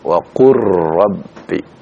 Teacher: Nah ini ya, jadi dibaca dengan idgham, masuknya huruf lam kepada huruf ra ya, sehingga ya, tidak lagi terdengar huruf lamnya